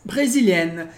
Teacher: a gente não pronuncia o S do final